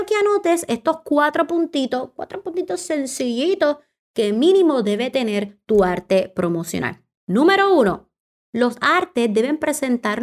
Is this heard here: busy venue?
no